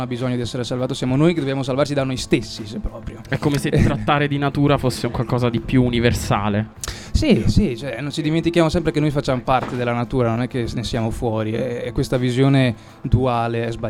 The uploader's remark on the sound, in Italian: Festival Economia 2019. Estratto dalle dirette di Sanbaradio dal Festival dell'Economia di Trento.